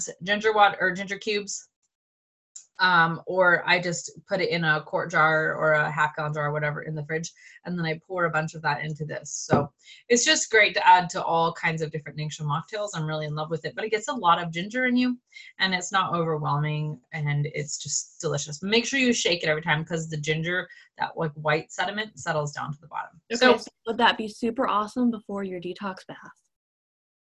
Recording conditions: video call